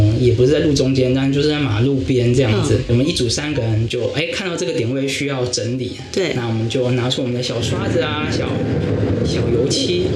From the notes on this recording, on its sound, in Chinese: 本集錄製時遇到午後雷陣雨。背景不時有打雷聲。